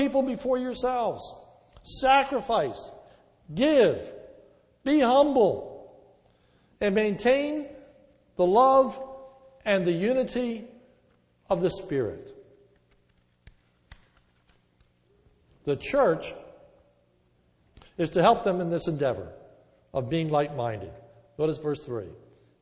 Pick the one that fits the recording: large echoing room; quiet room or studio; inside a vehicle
large echoing room